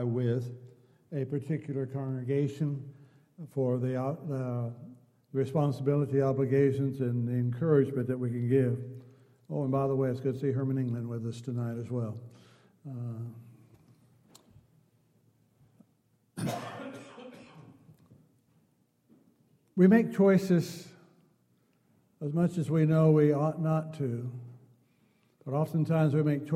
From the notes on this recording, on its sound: Downtown Church Of Christ Audio Sermon